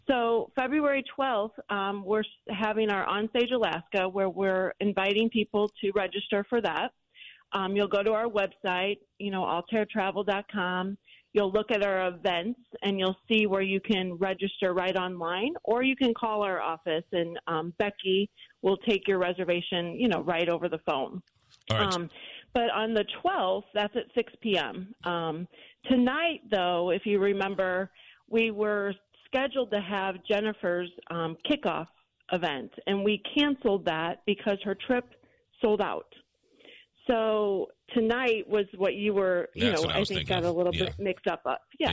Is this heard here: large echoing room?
no